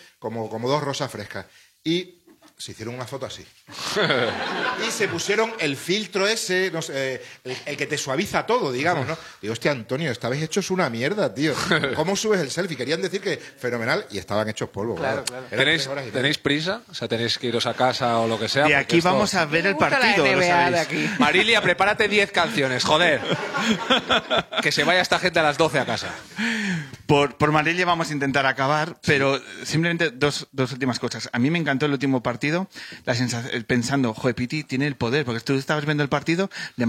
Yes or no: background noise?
no